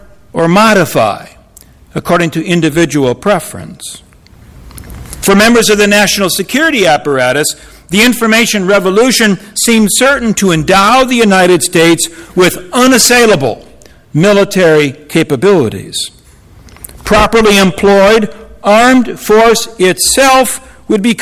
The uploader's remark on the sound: Audio recording of a lecture delivered on Apr.